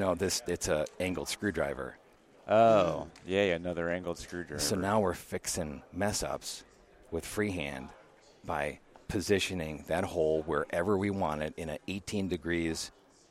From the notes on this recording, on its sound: Living It Up From the Ivoclar Ballroom at Lab Day Chicago. They bring you three more conversations from the Ivoclar Ballroom at LMT Lab Day Chicago 2023.